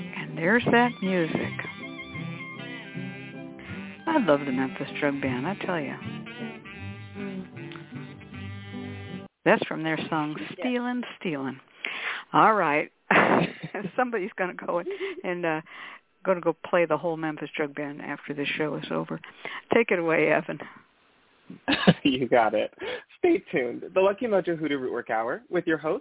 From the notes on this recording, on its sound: The Lucky Mojo Hoodoo Rootwork Hour is a real, live call-in show where the general public gets a chance to ask about actual problems. We begin this show with a Discussion Panel.